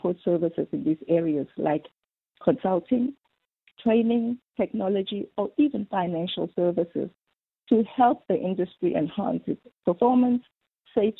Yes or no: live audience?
no